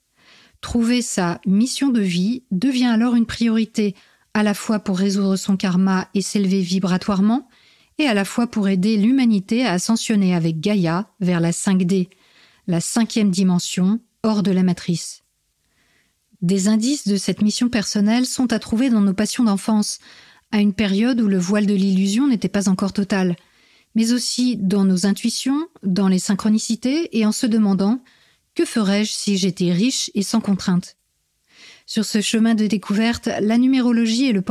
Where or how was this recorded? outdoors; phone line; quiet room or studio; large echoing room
quiet room or studio